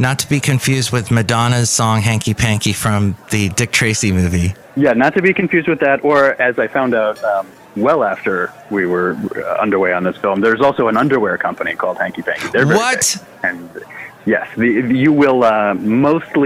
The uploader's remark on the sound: podcasts live from Café Anyway